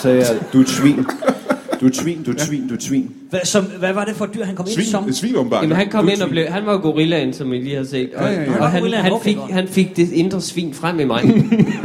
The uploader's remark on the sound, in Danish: Skuespilhuset #ZCF LIVE